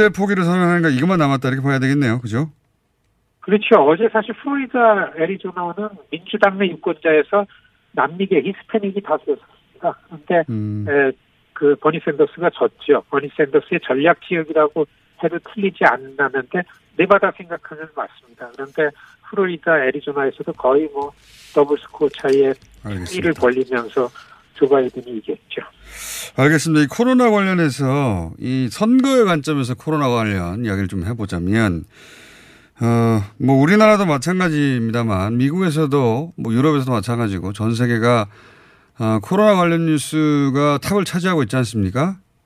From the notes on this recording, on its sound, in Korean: 전화연결